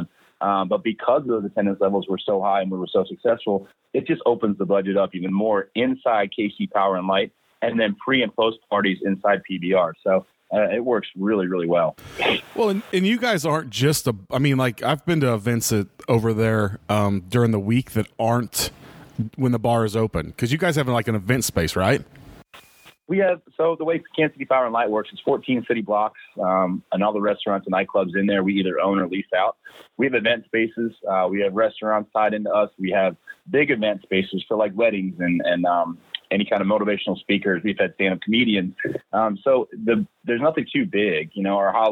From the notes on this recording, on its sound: for a quick phone call